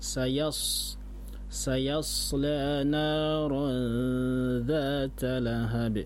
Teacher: Seharusnya saya ya tetap tipis, sok baru tebal.